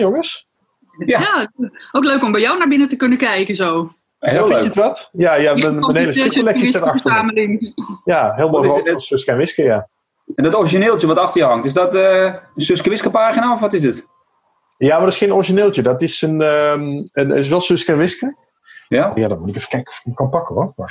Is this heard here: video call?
yes